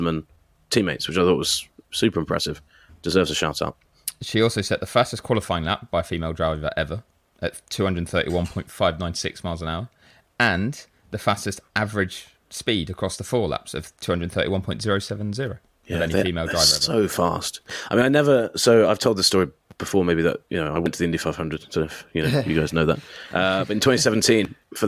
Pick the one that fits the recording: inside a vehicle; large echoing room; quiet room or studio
quiet room or studio